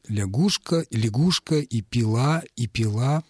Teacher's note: Но нормы требуют, чтобы звук, который обозначается буквой «я», если он не под ударением, произносился так, как произносится «и» на этом же месте.